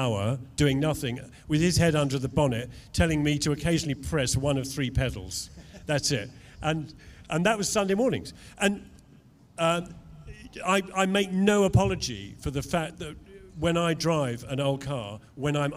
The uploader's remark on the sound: Our star interview from the Summer Jaguar Festival, held at Bicester Heritage. On the live stage.